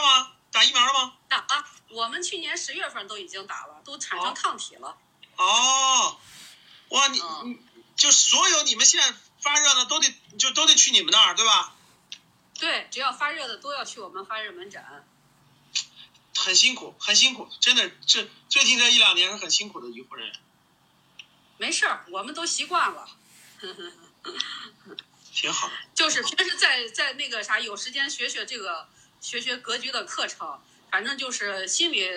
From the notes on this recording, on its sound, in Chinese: 录音：跟学员连麦直播现场